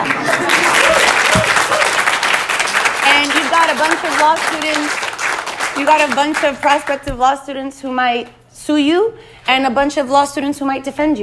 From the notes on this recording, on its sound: At Harvard Law. The 50-minute discussion features a robust Q & A with the audience.